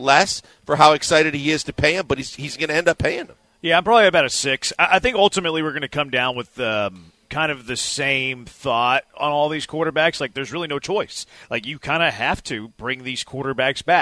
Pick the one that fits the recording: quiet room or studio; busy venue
busy venue